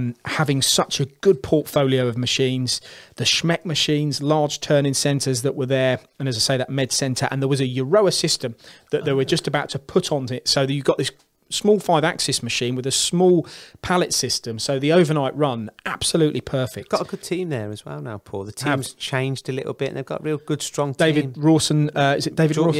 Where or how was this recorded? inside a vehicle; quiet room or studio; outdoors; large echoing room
quiet room or studio